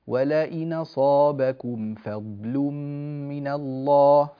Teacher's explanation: ترقيق اللام من كلمة فضل من الله